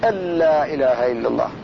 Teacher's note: النون ساكنة وراها اللام، واجب الدغام، ففيه دغام خالص ما يبقى منها غنة ولا يبقى منها شيء. شيء من الناس يقول أن لا إله إلا الله هذا خاسر، لابد أن يقول أن لا إله إلا الله.